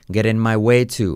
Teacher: Fijaos cómo dice la T como R suave y como E. Getting my way too.